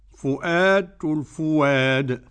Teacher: الفواد أبدل الهمزة لأنها مفتوحة بعد ضم · Term: إبدال للهمزة